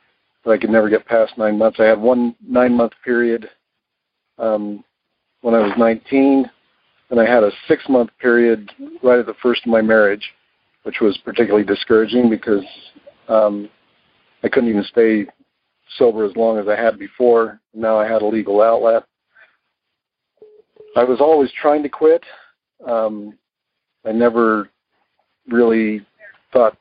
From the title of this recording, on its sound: Monday Noon Phone Speakers Series